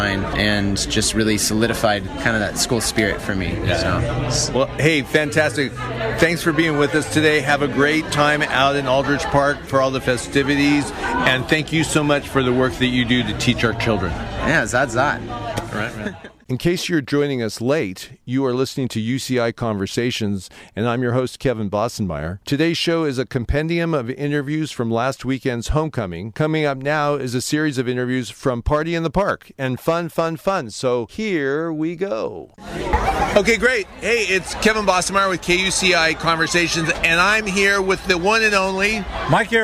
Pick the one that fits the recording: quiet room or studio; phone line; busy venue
busy venue